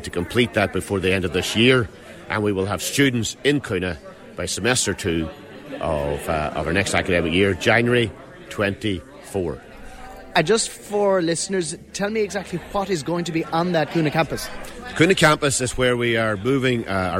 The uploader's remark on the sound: at the launch of the inaugural strategic plan for TUS Midlands Midwest in the Millenium Theatre at the TUS campus in Moylish